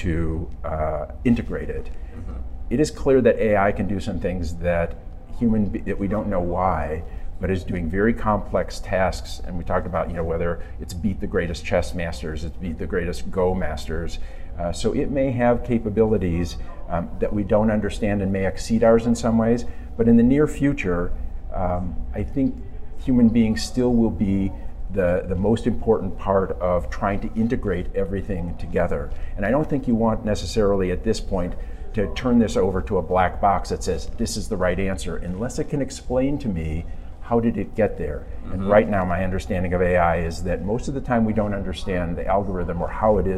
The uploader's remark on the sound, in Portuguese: gravado durante o 23ª Curso de Atualização em Imagem